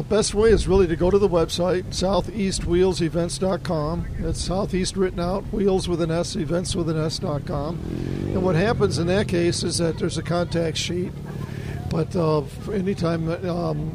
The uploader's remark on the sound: LIVE from Caffeine and Octane with Southeast Wheels Events.